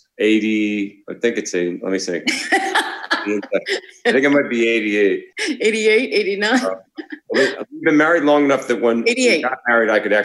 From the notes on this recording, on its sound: While quarantined on opposite coasts. We chatted with the bros via Zoom.